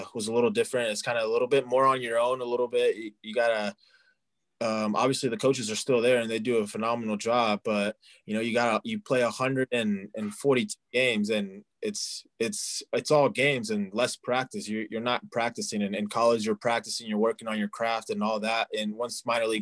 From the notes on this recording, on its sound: on Zoom